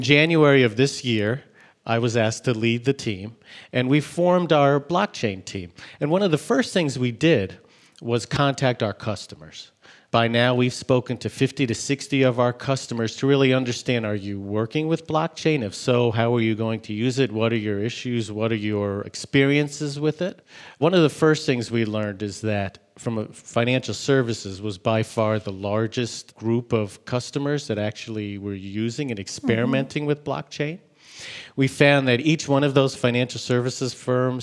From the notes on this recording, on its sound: joins us live from HPE Discover in Madrid